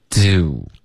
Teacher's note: 这个 do 注意这个嘴唇的滑动，开头它是放松的，结尾它是嘟起来的